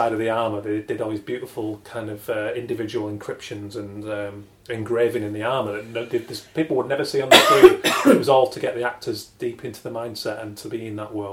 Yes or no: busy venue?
no